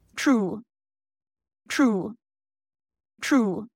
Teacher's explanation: tr, tr, true is merging a little bit to become a ch, ch sound as in chocolate